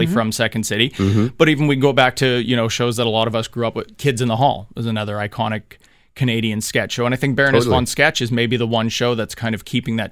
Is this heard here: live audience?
no